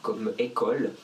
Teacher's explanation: des voyelles comme le O, mais quand il est prononcé très ouvert